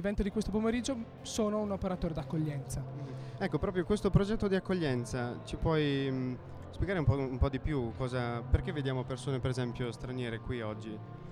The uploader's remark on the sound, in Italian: Puntata in esterna per lo staff di Burro d'Arachidi! In diretta dal Palazzetto Sanbapolis per l'evento organizzato dal Centro Salute Mentale di Trento "Spazio All Fair Play".